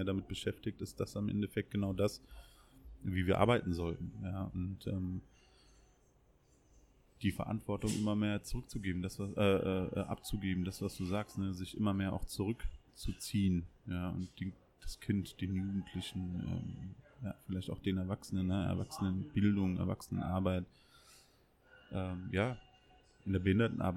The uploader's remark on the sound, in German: Aufgenommen haben wir den Podcast in einer unserer Lieblings kneipen in Frankfurt.